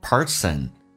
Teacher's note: 重度卷舌 r，整个舌身往回卷